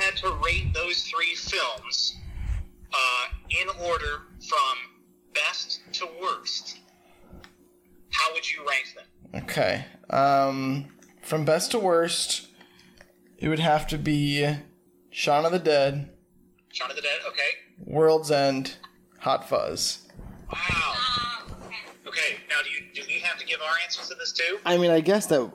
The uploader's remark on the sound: The Call-In Episode continues.